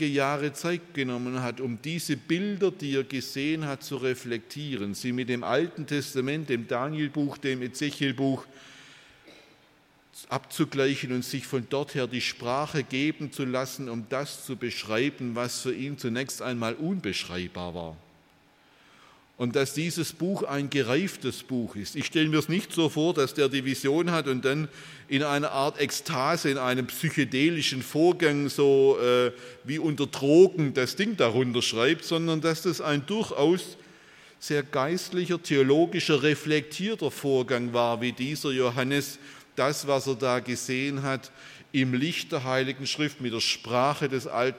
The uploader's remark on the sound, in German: bei einer Veranstaltung der Liebenzeller Mission